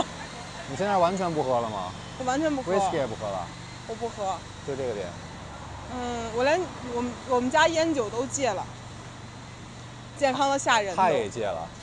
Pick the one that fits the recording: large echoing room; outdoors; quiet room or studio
outdoors